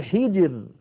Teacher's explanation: طيب إذا كان هذا الذي قبل قبلها مكسور نرقق كما قلنا، هل في ذلك قسم لذي حجر، لاحظوا كلمة حجر، الراء ساكنة وقبلها الجيم ساكنة وقبلها الحاء مكسورة، إذا نرقق هذه الراء وكأنها ري، كأنها مكسورة · Term: ترقيق الراء